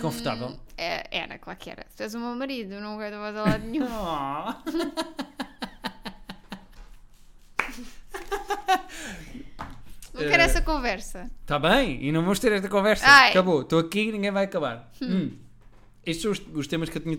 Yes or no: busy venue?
no